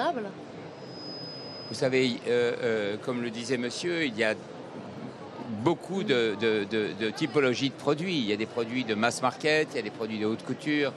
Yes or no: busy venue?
yes